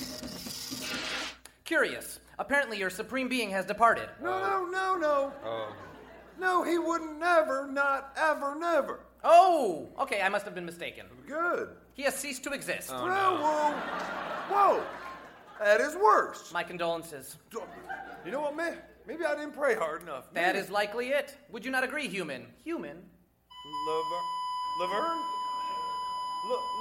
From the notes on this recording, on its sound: Recorded Live 10/3/2010 at Largo, Los Angeles.